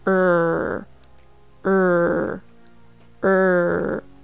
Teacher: 最後は R の音、喉を鳴らすうなり声です。